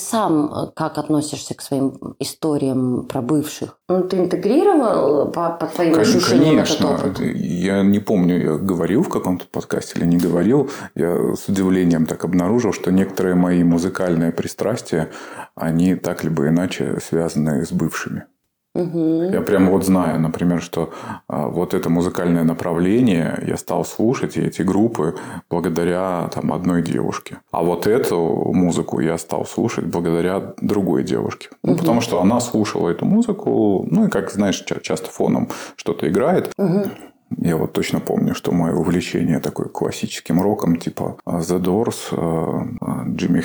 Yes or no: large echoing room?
no